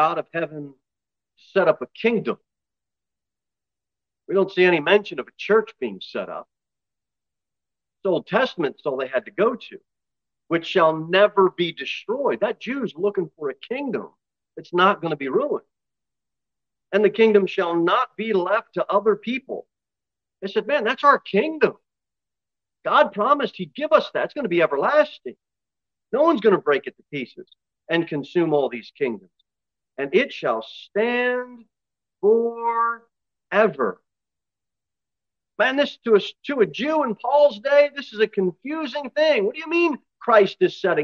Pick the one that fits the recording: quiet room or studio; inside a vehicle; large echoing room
large echoing room